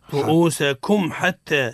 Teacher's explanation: الميم ساكنة عند حرف الحاء حكمها ماذا؟ الإظهار